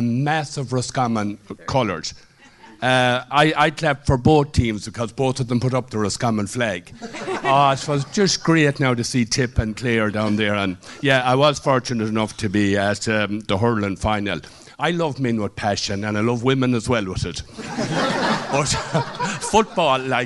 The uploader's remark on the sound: we gathered in the Hodson Bay Hotel in Athlone for a special Clubhouse Live last Friday.